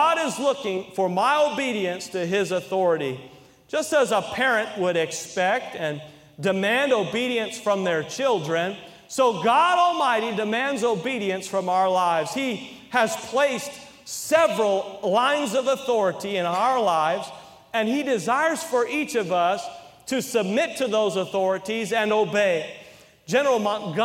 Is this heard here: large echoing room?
yes